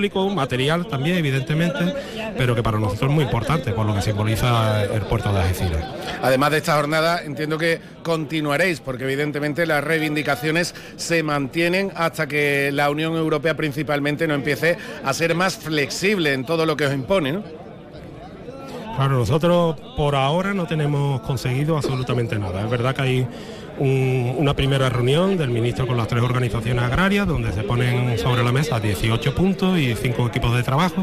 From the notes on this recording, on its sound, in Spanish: Conexión en directo desde la protesta de agricultores en el Acceso Norte al Puerto de Algeciras